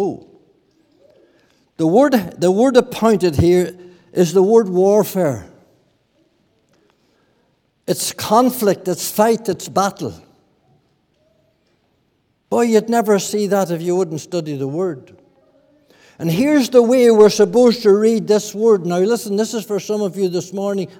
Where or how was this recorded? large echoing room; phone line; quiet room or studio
large echoing room